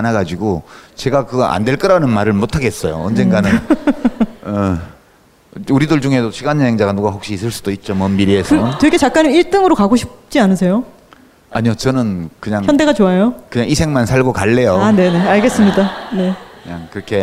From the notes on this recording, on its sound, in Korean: 공개방송으로 풀어 낸 유럽 도시.